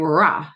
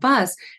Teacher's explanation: the R is a longer sound and they're better able to auditorily perceive it, whereas the B is a very short sound, the shortest sound in our language, then you're going to respond appropriately and you go, yeah, bus, and sing the Wheels on the Bus song, because you know Ra is bus.